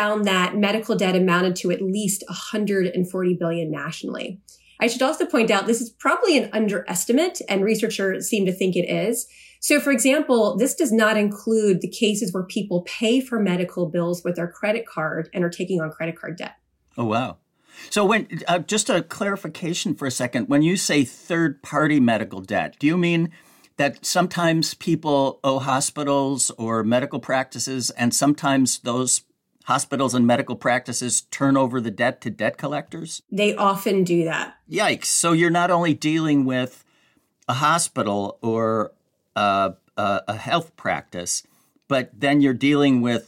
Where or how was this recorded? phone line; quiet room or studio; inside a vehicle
quiet room or studio